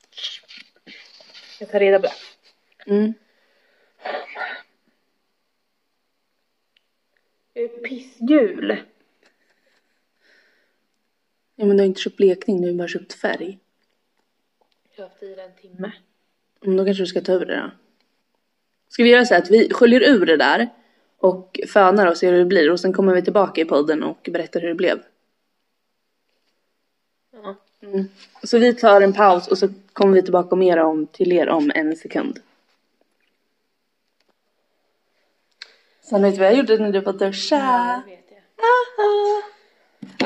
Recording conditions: poor sound quality